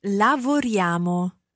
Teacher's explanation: notice how it almost sounds like a Y-A-M-O